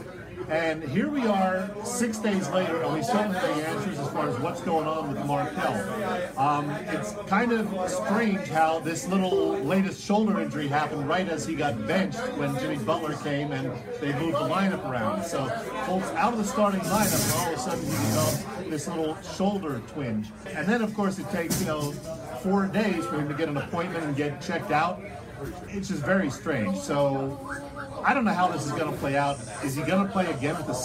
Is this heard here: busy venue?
yes